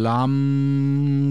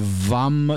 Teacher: chiudo sulla M perché sto facendo anche humming in questo modo